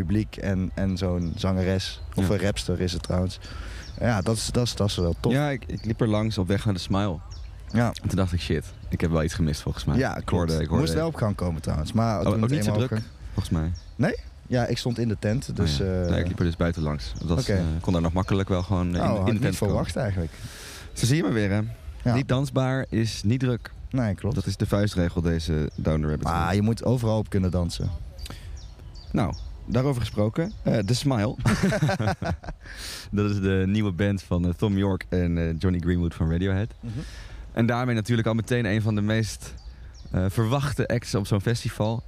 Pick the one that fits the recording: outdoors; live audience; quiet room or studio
outdoors